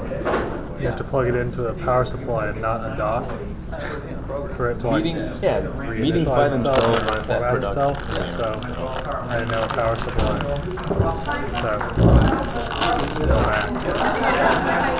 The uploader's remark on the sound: iPod recording